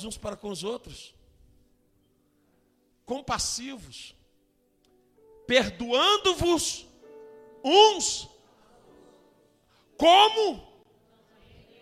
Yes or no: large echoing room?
yes